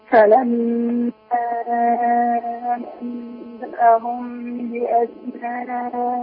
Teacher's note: أنبأهم عندنا غنتين ورا بعض